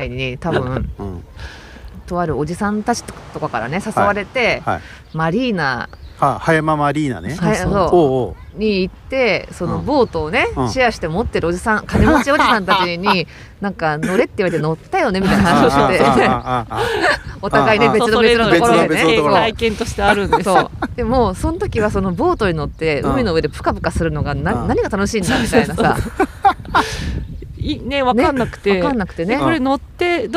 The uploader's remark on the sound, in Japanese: 海辺の野外収録